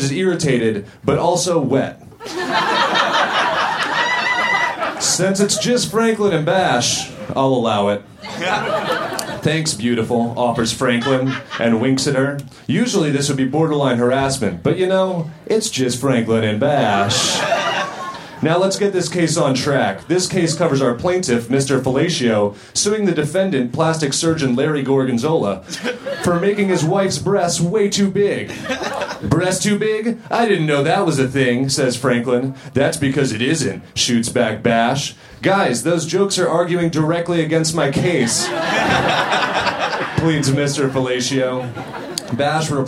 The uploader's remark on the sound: Recorded at Union Hall in Brooklyn December 28, 2014.